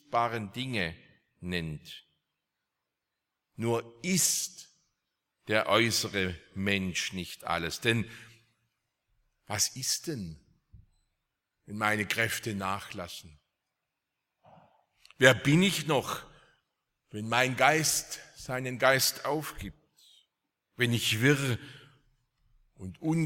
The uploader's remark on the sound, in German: aus dem Gottesdienst der Liebenzeller Mission